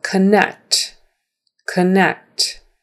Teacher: Anytime COM is not stressed, come, come, come, that is the uh sound, the schwa